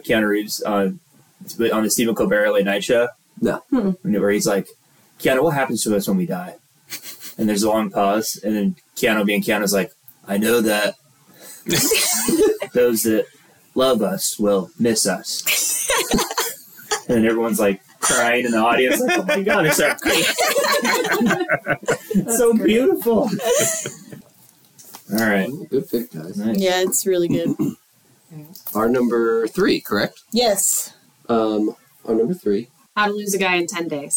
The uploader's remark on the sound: Apologies for the audio quality.